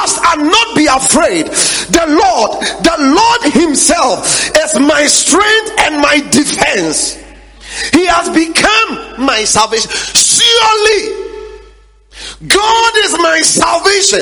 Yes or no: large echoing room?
yes